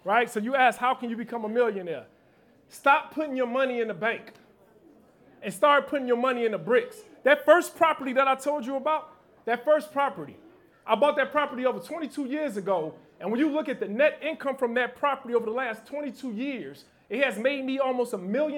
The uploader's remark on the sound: Live Podcast in Chicago.